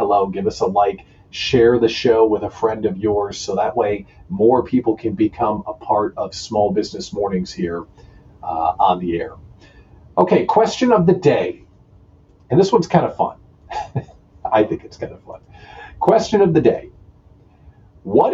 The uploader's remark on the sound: (And, yes, my microphone malfunctioned, sorry for the terrible audio.)